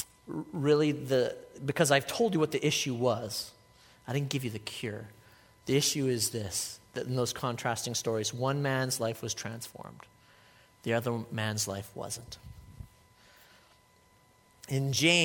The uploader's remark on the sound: a sermon I delivered at Life Church